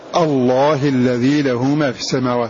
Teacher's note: فإن كنت مبتدئا بها فخمت اللام أيضا، فخمت اللام لأنها مسبوقة فتح، ولكن مع كسرها الله الذي له ما في السماوات.